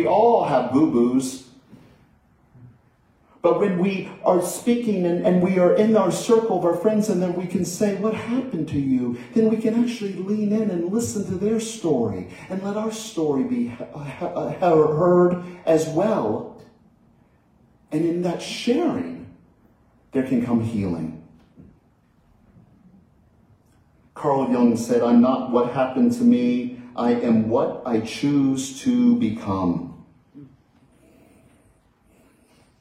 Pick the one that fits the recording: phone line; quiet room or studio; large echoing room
large echoing room